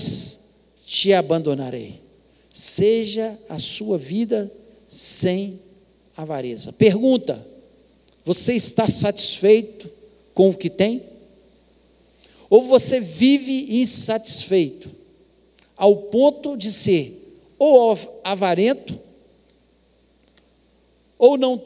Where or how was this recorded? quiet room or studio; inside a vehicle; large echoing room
large echoing room